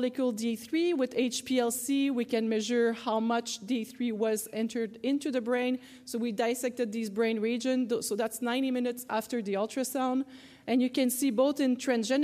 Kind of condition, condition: setting, busy venue